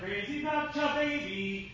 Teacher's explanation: There's too much ch, and that doesn't give us pitch. Okay, and that's a percussive sound, not a pitchy sound.